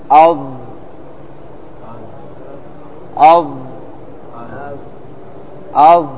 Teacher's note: من طرف اللسان مع اللثة العليا